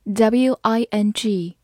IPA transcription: wɪŋ